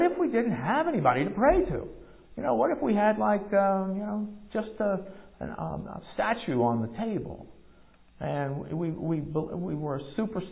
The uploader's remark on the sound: Recorded at MPPC on November 13, 2022, during worship.